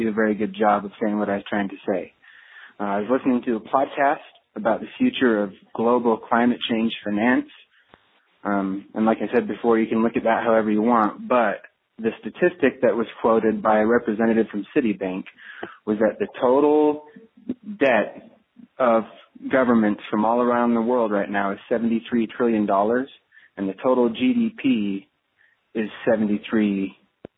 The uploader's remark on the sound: Today on The Survival Podcast I take your calls